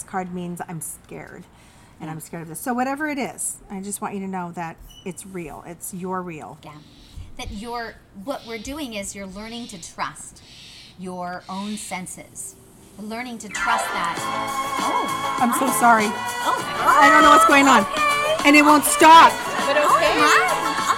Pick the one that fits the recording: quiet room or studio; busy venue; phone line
busy venue